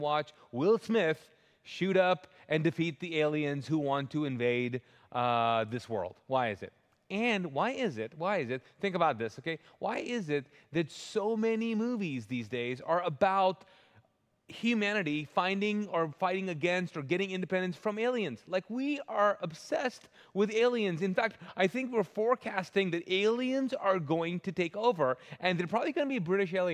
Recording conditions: large echoing room